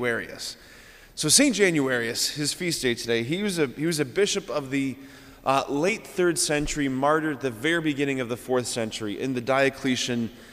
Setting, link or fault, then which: setting, large echoing room